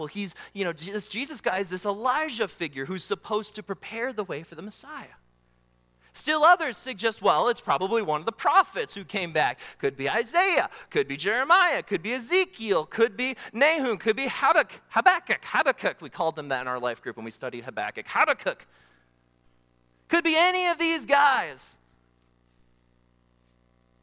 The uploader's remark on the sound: during the Morning Worship Service on Sunday, February 25, 2024, at Calvary Baptist Church in Battle Creek, Michigan